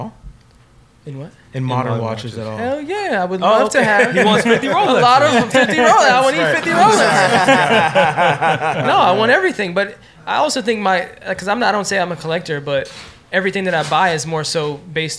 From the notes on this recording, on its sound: Live at SoHo House. In-front of a live studio audience in the Meatpacking section of downtown NYC located at the renowned members only club, SoHo House.